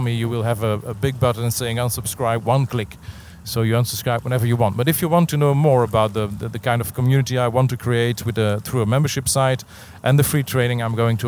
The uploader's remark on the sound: Although I am on holiday. I brought my iPhone and my add-on microphone and recorded this episode while sitting on the dock of the bay.